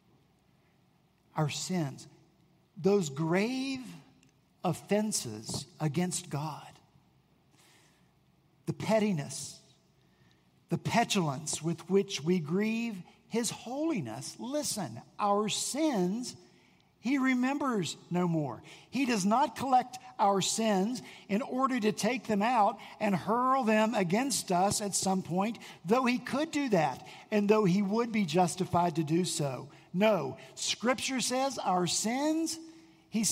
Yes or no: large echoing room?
yes